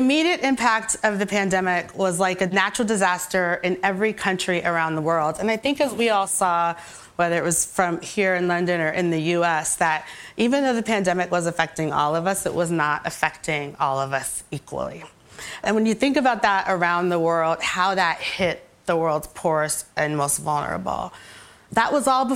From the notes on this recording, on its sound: On stage at BoF VOICES 2022